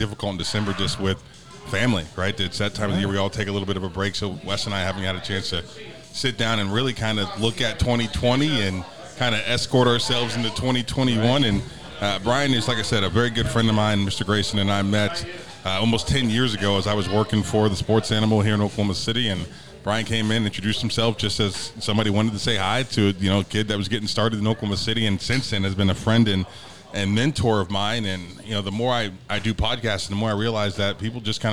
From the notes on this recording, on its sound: from Neds Starlight Lounge in Oklahoma City